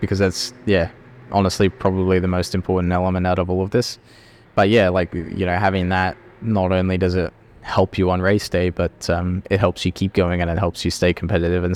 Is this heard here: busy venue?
yes